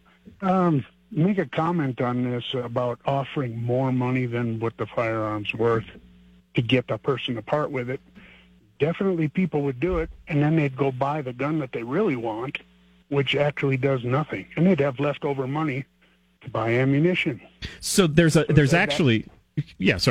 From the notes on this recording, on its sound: takes your phone calls on News Radio KKOB